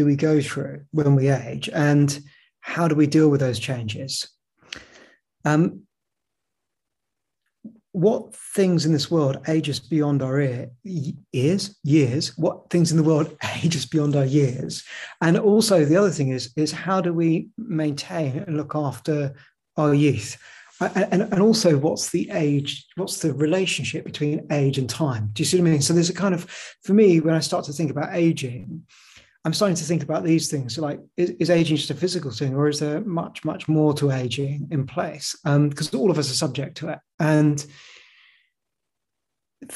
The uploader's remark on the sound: The webinar was recorded in July 2022.